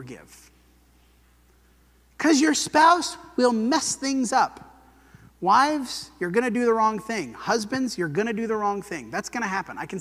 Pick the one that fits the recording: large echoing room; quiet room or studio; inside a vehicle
large echoing room